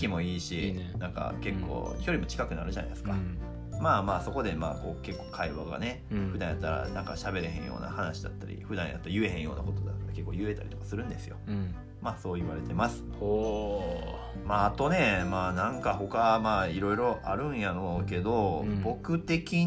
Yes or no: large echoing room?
no